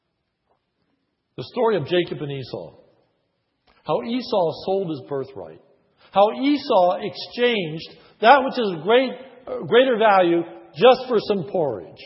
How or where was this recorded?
large echoing room